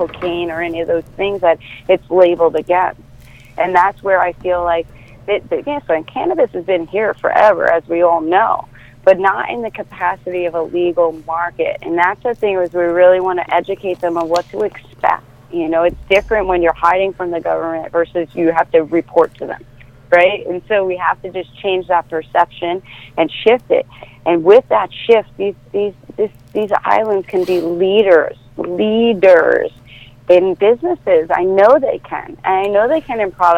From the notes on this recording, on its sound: Live in the studio also calling in from St Croix the organizers of next weeks Cannaval.